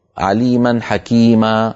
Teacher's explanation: التعويض عن تنوين النصب حالة الوقف بألف تمد بمقدار حركتين ويلحق بالمد الطبيعي. · Term: مد العوض